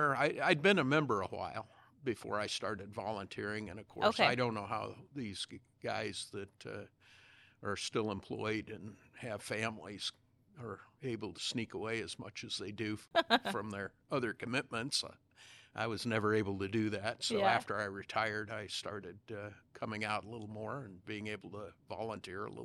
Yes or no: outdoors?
no